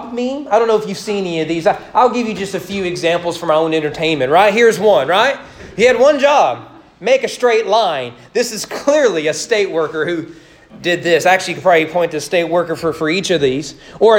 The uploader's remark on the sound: Sermon preached on Easter morning, April 17, 2022, during morning worship at East Frankfort Baptist Church